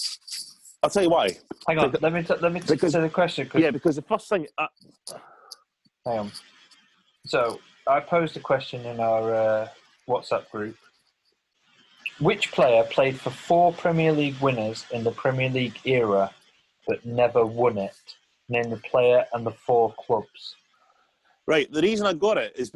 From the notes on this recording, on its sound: having a chat on zoom